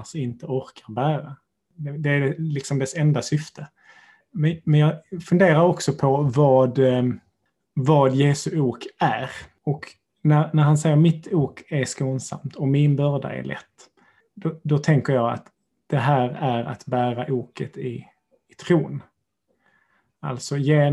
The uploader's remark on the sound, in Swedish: Denna månads avsnitt är inspelat via Zoom.